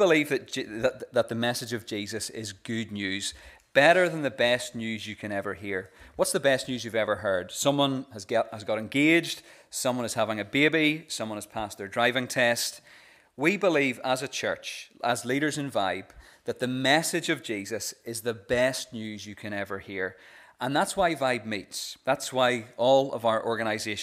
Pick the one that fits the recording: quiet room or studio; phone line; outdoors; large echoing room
large echoing room